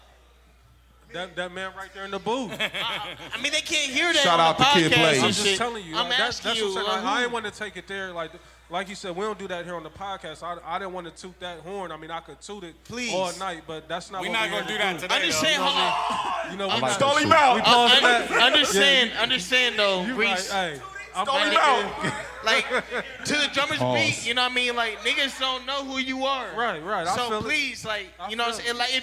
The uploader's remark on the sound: this episode was recorded live from Avalon for the 614 Day celebration festivities